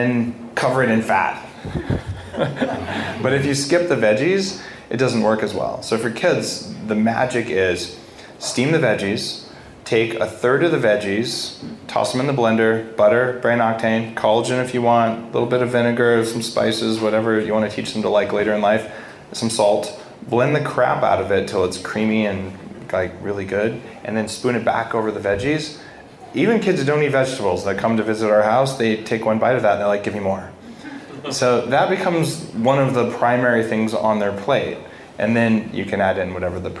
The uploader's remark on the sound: Live from London